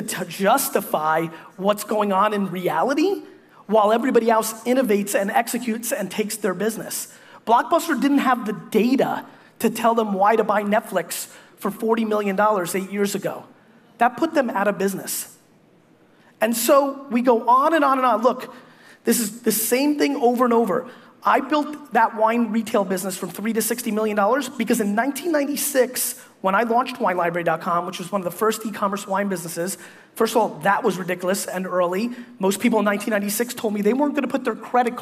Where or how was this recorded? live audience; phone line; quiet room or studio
live audience